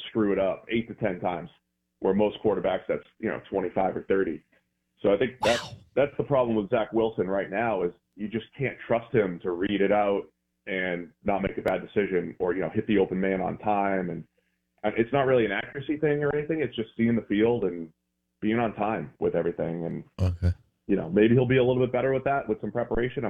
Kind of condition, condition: link, phone line